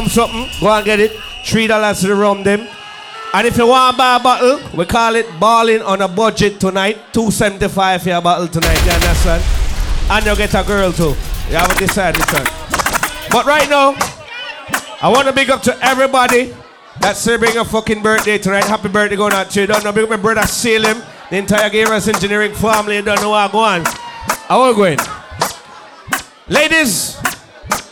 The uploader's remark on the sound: Unforgettable Live Audio From Inside Sit & Sip Lounge's Former Location.